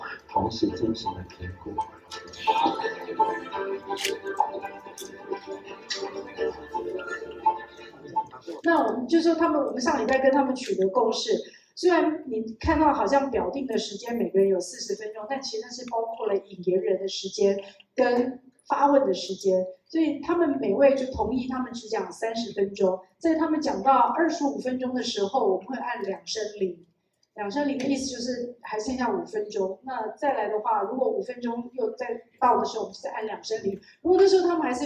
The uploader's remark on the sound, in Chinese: 本集為 ITCE 2023 茶與咖啡感官分析新趨勢研討會，10/20 實踐大學現場錄音。